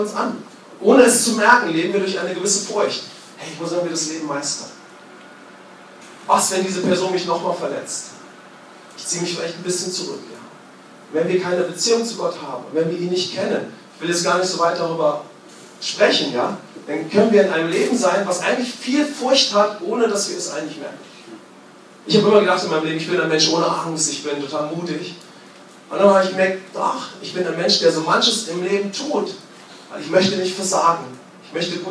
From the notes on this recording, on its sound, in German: Bei der Aufnahmen hatten wir leider Probleme mit unserem Mischpult und unsere Sicherheitsaufnahme hat zusätzlich ausgesetzt, so haben wir eine Handyaufnahme verwendet.